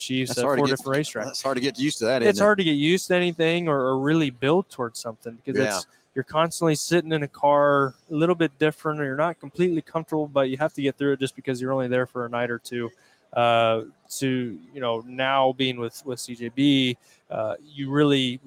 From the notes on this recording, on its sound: Live from PRI Trade Show in Indianapolis, IN.